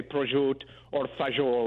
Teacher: But if you go into Tuscany or northern Italy today, they pronounce them all, and then if you go down into Sicily or the south of Rome or even in Rome to some extent, they tend to drop a lot of the vowels, and it's just regional.